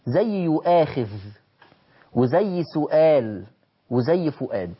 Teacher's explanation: ورش يبدل الهمزه المفتوحه بواو مفتوحه بشرط لما يكون قبلها حرف مضموم